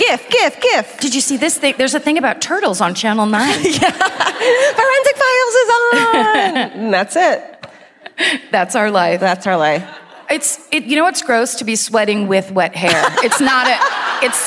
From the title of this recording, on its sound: Live at the Folketeatret in Oslo